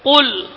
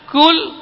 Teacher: karena huruf qaf dan huruf kaf ini berdekatan di pangkal lidah, kemudian setelahnya, setelah pangkal lidah berikutnya adalah huruf kaf.